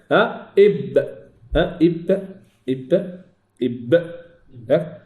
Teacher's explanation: وهذا باصطدام قوي بين الشفتين، اصطدام قوي بين الشفتين. · Term: الباء